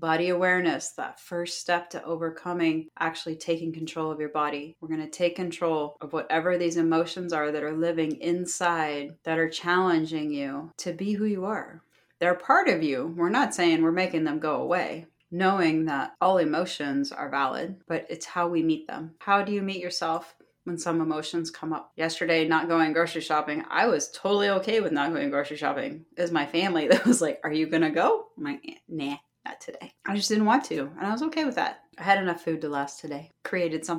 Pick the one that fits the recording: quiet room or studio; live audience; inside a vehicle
quiet room or studio